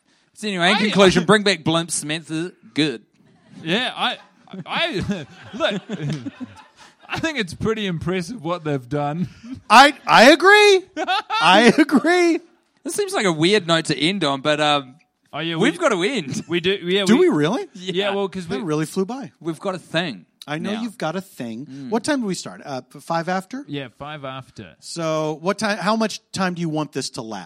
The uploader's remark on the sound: Live in LA. In front of a live Los Angeles audience.